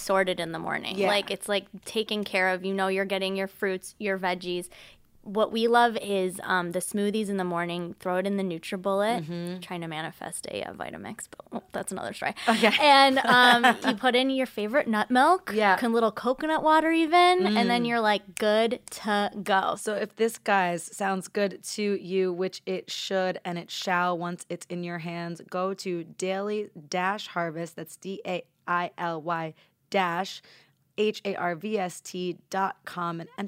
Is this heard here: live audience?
no